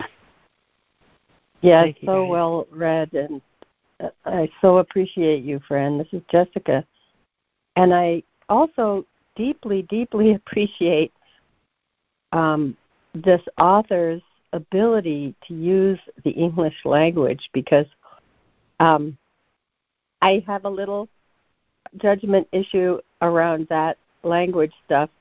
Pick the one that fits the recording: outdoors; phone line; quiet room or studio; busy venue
phone line